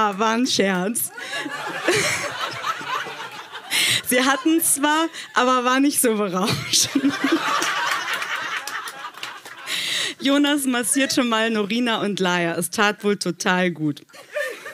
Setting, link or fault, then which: setting, live audience